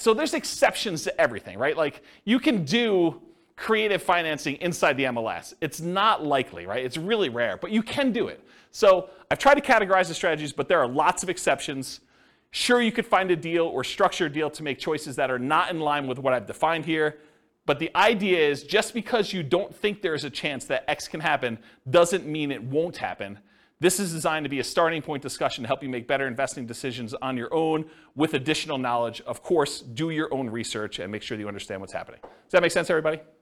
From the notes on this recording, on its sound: This was a live class recorded